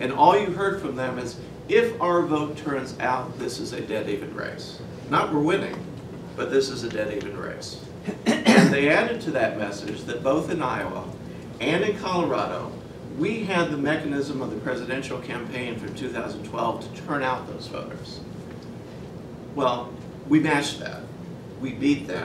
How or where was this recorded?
live audience